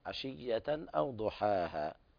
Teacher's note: مد طبيعي مقدار حركتين لا يزيد عن هذا